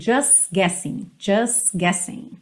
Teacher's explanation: Aqui aconteceu uma coisa que muito frequentemente acontece, que é o T do just não aparecer, e eu já junto o S na próxima palavra